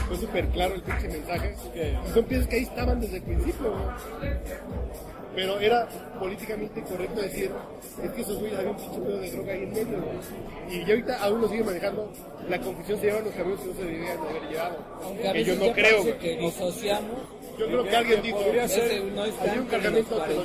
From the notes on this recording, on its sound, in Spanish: Salimos con grabadora a la calle y grabamos mientras nos recetábamos unos cocteles coquetos y una carne al carbón.